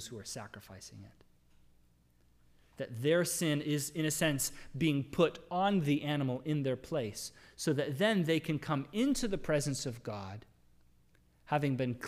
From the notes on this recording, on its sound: Sermon audio from the LBC worship service